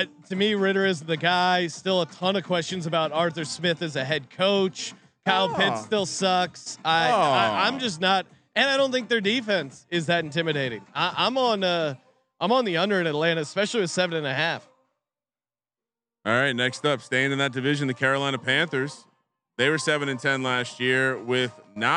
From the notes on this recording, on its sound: Live from Circa Stadium Swim.